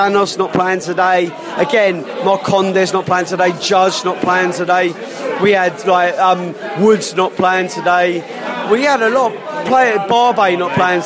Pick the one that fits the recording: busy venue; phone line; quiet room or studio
busy venue